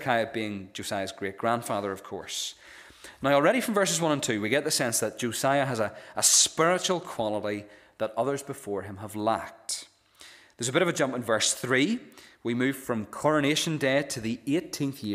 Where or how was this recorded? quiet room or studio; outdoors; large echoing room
large echoing room